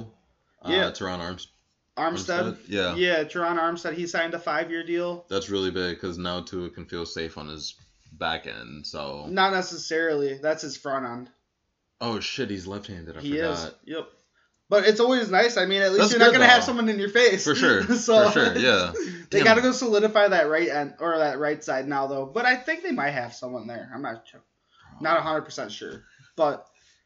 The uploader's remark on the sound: Apologies in advance for the audio....we fawked up and recorded it on the wrong mic.